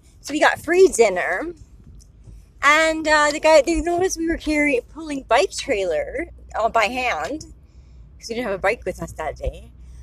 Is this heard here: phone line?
no